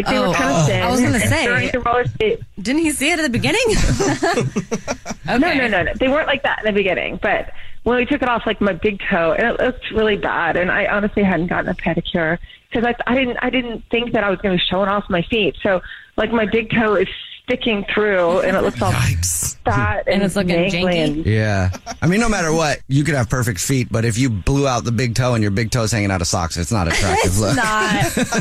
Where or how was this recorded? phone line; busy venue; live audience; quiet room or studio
phone line